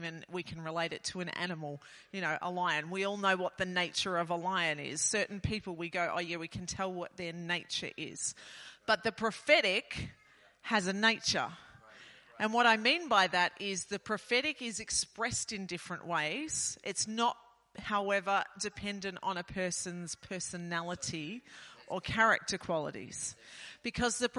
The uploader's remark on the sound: This message was recorded at Dreambuilders Church, Tasmania in March 2023.